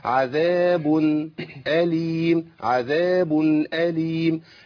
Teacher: افضل في مخرج النون فتره زمنيه بسيطه بحيث ان احقق فيها التوصل بدون غنه زائده · Term: التنوين